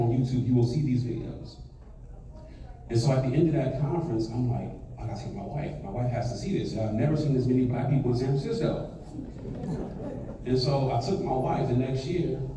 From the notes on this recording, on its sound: on location at the Annual Conference for Aspiring Youth!